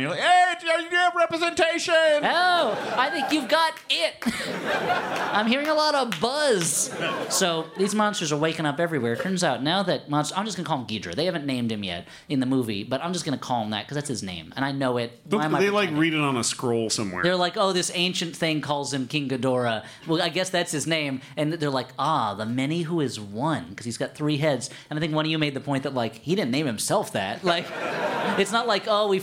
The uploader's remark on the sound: LIVE. Taped at Boston’s CitySpace.